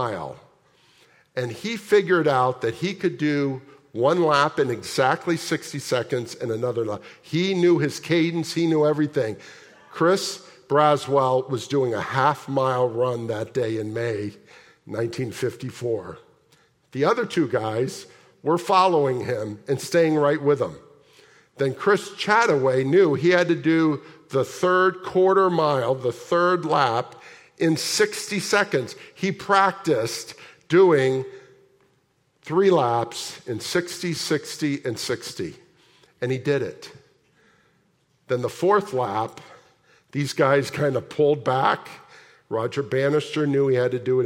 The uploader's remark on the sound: at the January 14, 2024 Sunday morning services of Boca Raton Community Church in Boca Raton, Florida